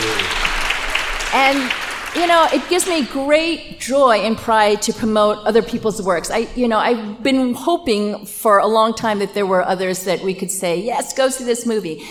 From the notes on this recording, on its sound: Live at our SupChina Women’s Conference on May 14 in New York City. Live at our SupChina Women’s Conference on May 14 in New York City.